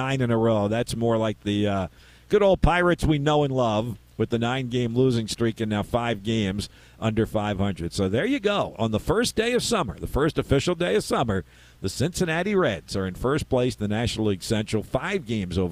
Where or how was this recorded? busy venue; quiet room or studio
busy venue